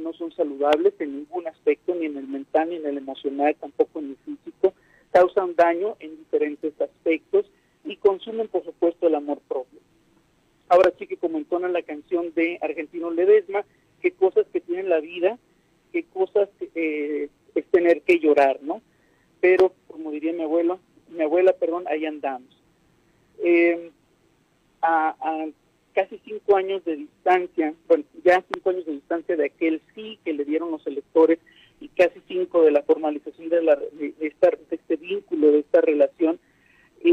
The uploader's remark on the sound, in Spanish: entrevistamos vía telefónica